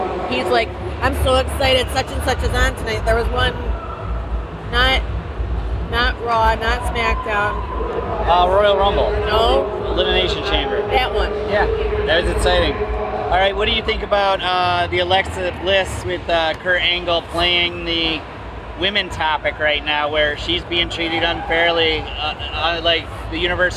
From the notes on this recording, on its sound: The Undercard and Top Rope Review Live from the Arnold Classic